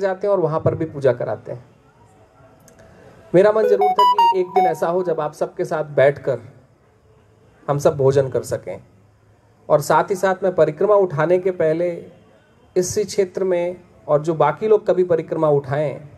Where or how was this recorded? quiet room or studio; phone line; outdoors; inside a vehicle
outdoors